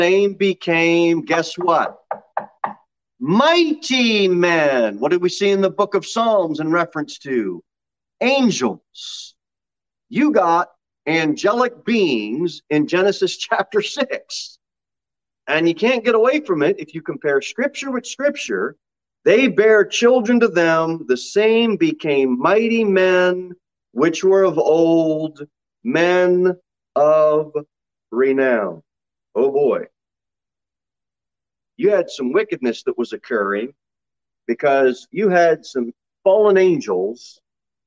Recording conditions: large echoing room